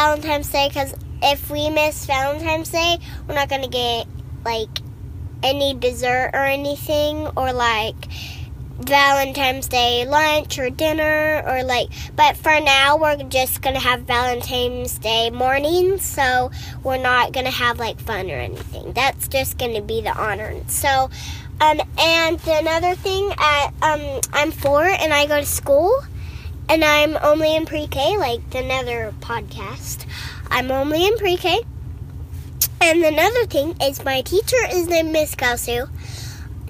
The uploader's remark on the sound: Today we are on location at the city park.